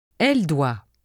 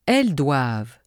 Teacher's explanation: Secondly, you can differentiate between the singular il-elle forms and the plural il-elle forms by listening for the final sound in the verb. The singular form ends with a vowel sound. The plural has a final consonant sound.